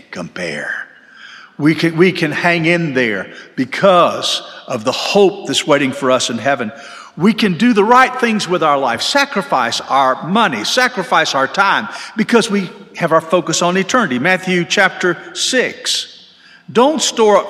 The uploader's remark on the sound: This sermon was delivered on March 12, 2023 at First Baptist Church Hendersonville, NC.